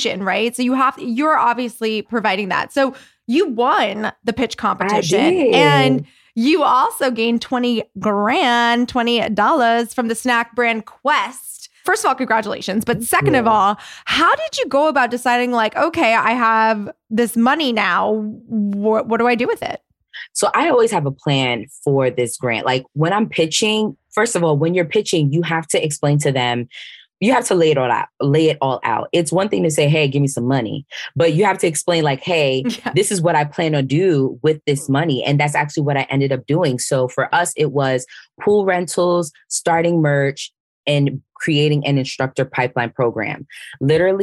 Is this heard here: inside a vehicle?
no